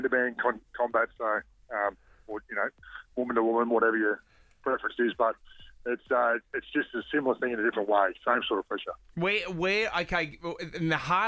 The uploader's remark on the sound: on the phone